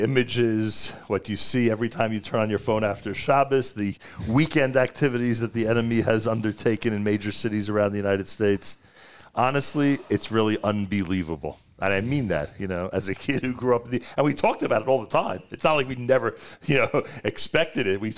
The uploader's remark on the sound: Live from Nefesh B'Nefesh in Jerusalem (Solidarity Mission, Day 2).